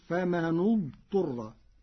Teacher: قرأ ورش كلمتي فمن اضطر بضم النون تبعا لضم ثالث الفعل بعده فتصير فما نضطر.